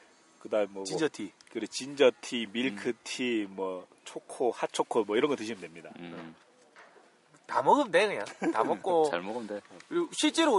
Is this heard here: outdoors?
yes